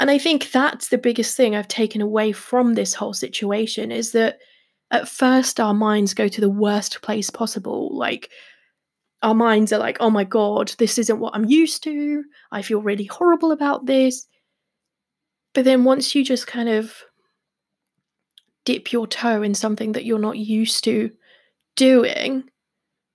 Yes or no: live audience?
no